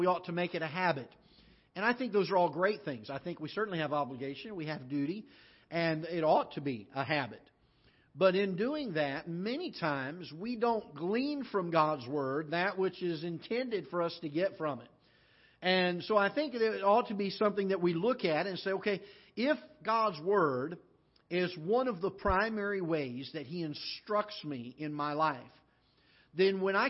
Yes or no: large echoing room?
yes